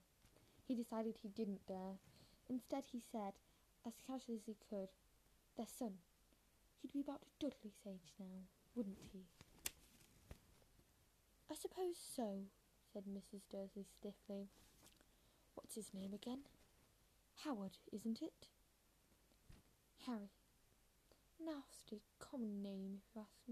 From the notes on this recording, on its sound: I am very sorry for the bad audio, yawns and some strange noises, as well as missed and/or wrong words.